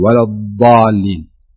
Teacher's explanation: أهم شيء اللسان لا يخرج من الأسنان ويكون هناك شيء من الاستطالة. الاستطالة المقصود فيها أن يمتد اللسان على الأضراس.